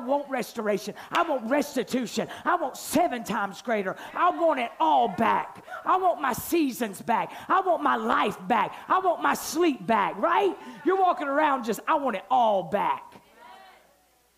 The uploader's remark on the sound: night one of our Bold Conference